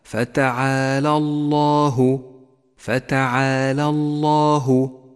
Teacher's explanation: لاحظ بعدها اللام المفخمة في لفظ الجلالة: فتعالى الله، فتعالى الله، ودقق بين نطق اللام المرققة في كلمة فتعالى واللام المفخمة في كلمة الله